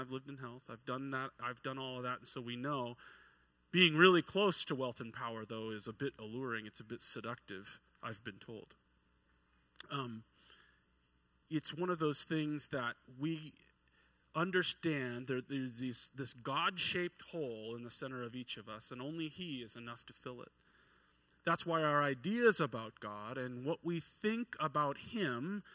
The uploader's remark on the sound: at New Horizons Church in McMinnville, OR on Sunday morning